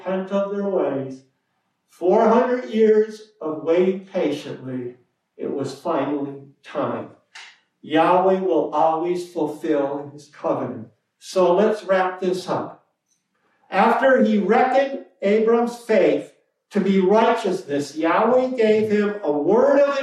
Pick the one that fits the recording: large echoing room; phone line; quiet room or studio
large echoing room